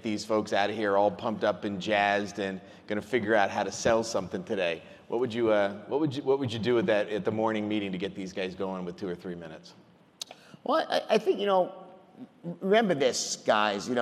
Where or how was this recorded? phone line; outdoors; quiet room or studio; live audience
live audience